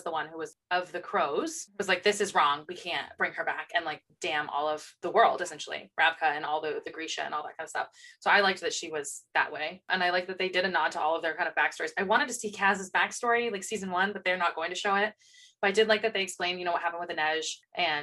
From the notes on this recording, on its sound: We want to apologize for the audio, we recorded this with a lot of emotion and sleep deprivation, we're still trying to figure everything out.